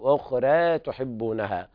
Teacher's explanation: قرأ ورش بترقيق هذه الألف المقالبة عن ياء مع مراعاة أيضا ترقيق راء